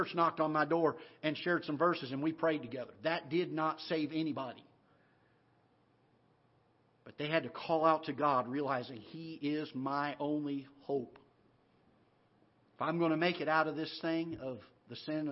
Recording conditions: large echoing room